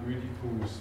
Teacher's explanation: dass man das OI ein bisschen in Richtung Ö ausgesprochen hat